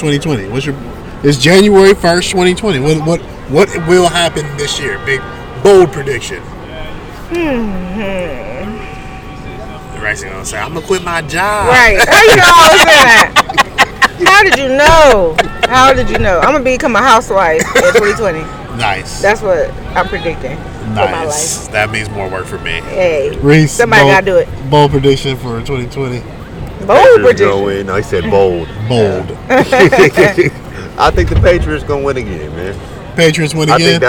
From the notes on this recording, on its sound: We're live from the Rose Bowl.